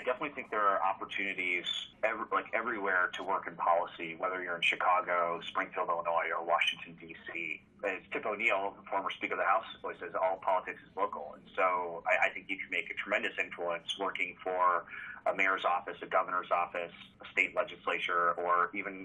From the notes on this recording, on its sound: Sits down by phone.